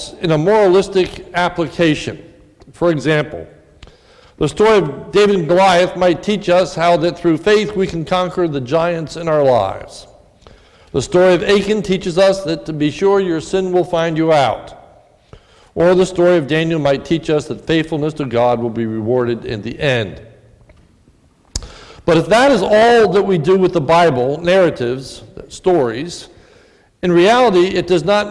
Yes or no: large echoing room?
yes